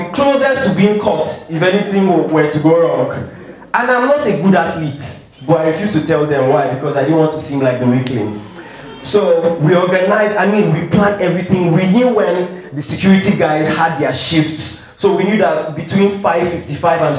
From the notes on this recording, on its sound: Three hilarious stories from the June live show.